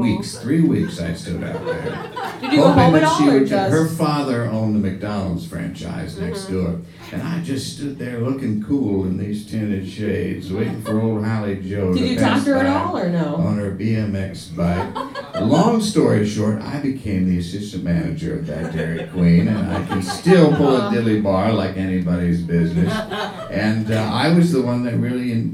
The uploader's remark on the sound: Recorded live at Brooklyn’s famed Union Hall.